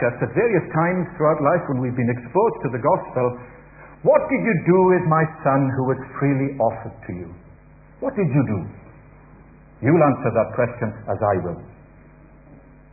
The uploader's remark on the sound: Easter Celebration Baptismal Service - Audio